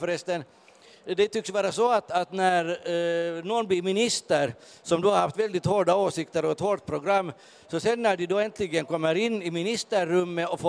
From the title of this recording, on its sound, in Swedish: Podden Live från Bokmässan